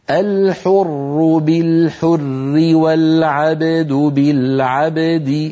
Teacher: ولو وصلنا نرقق لأن الراء ستكسر